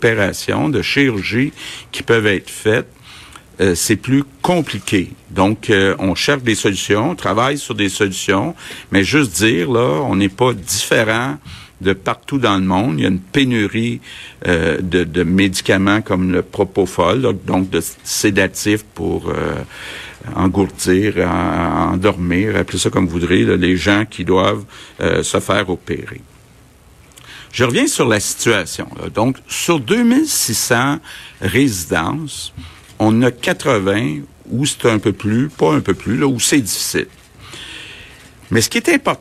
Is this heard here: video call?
no